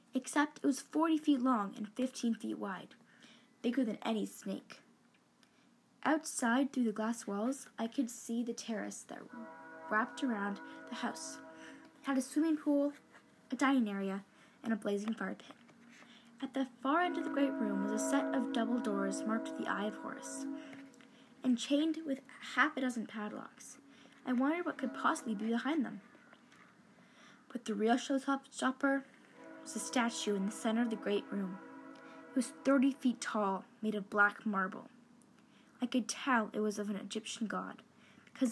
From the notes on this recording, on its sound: Sorry for the background noise